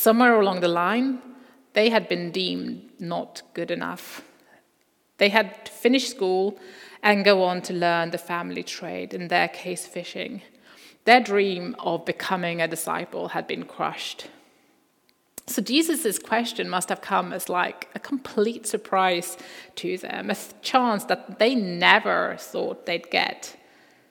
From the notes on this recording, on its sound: Recording from Immanuelskyrkan Skövde.